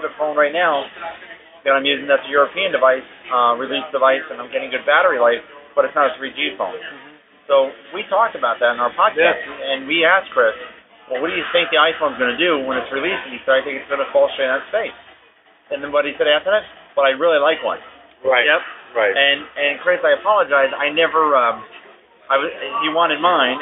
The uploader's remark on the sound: AZ Mobility Today Meetup. We had the opportunity to meet up for a drink and we recorded this great impromptu show. Please excuse the sound quality, but on the fly, it isn't bad!